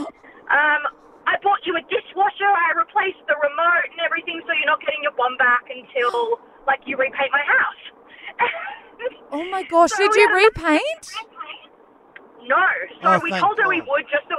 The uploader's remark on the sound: We took to the phones